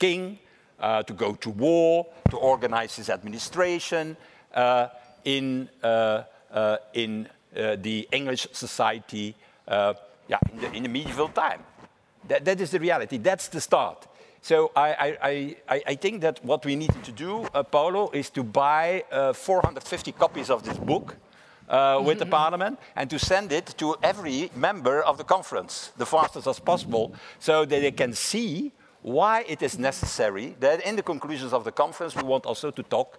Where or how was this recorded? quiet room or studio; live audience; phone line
live audience